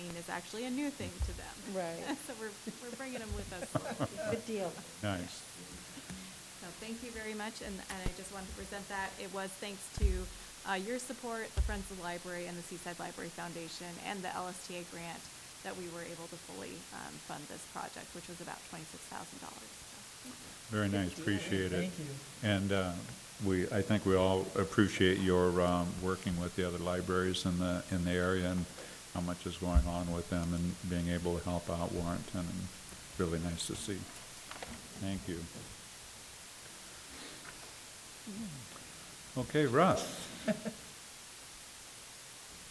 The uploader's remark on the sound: Live recording of Seaside City Council meeting